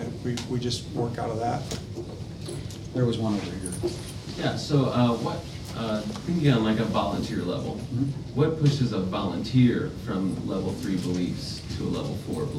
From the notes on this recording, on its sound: Today’s audio comes from the National Disciple Making Forum by Discipleship.org.